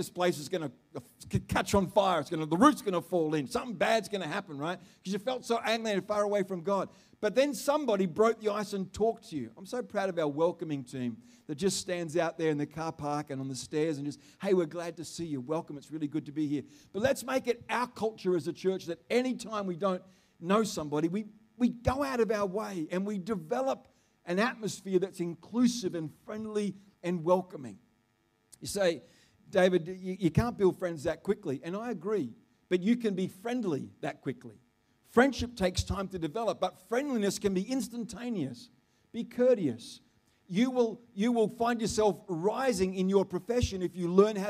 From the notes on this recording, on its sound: The live stream of Destiny Church Atherton.